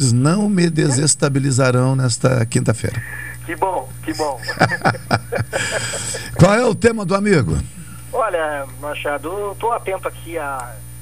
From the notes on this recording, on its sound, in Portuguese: por telefone